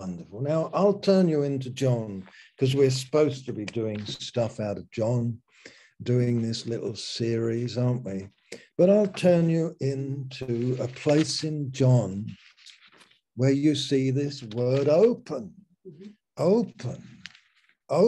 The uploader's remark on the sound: Malaysia Meets (Zoom).